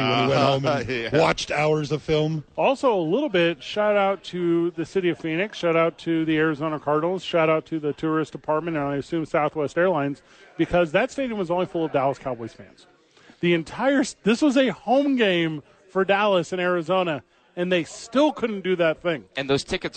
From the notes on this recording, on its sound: The bois are live from Howie's.